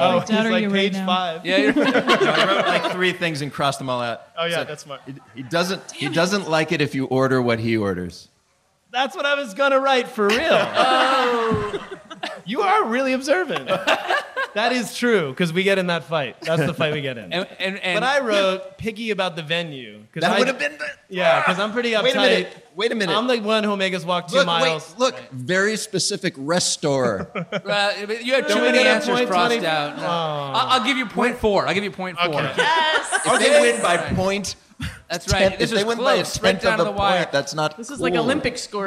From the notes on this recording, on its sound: live event at Taste of Chicago